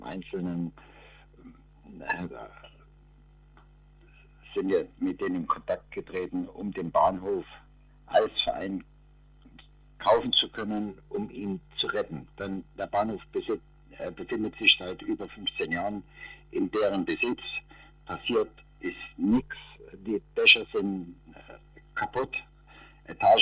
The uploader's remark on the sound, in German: Ich bitte die schlechte Tonqualität zu entschuldigen. Ich hatte erschwerte technische Bedingungen.